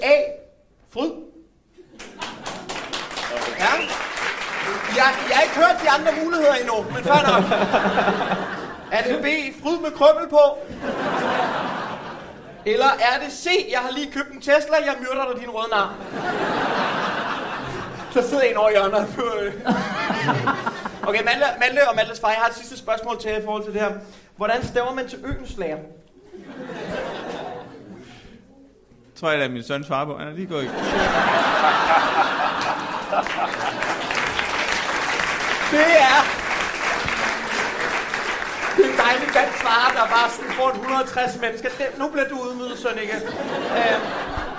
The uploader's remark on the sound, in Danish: Optaget live på Comedy Zoo